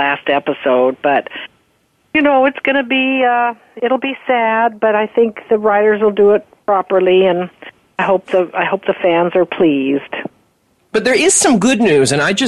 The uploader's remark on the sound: Vamps it up during an appearance on Soap Central Live. Then, we'll open the phone lines for fans to call in and discuss all the latest soap opera happenings. On the Voice America Talk Radio Network.